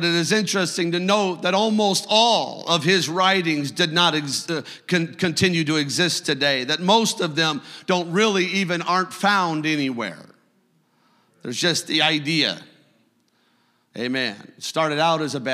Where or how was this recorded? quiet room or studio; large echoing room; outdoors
large echoing room